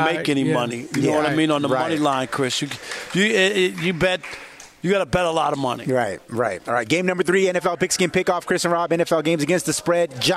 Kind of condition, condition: setting, busy venue